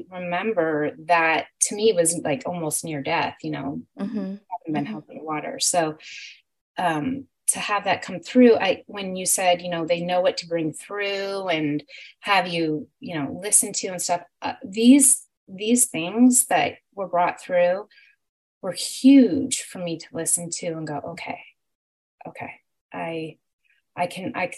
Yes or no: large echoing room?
no